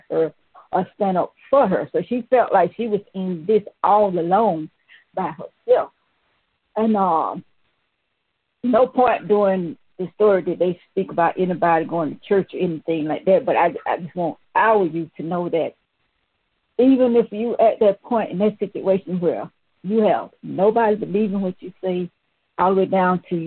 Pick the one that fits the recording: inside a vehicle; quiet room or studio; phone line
phone line